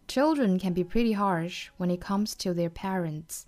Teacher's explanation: pretty 这个单词后面的这个 t 的发音呢，美音的话呢会倾向于把它浊化成 d